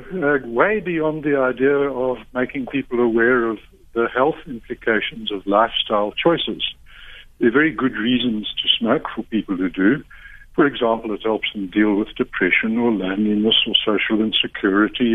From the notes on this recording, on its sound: Guest (phone)